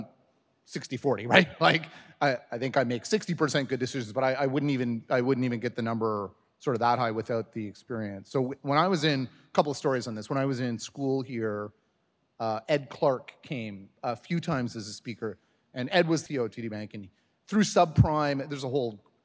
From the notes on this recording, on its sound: recorded at the Desjardins Entrepreneurship Speaker Series